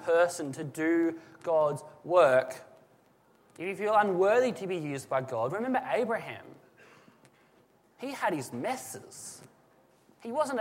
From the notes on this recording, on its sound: This is a sermon that was preached at Lismore SDA church on the 8 July 2017.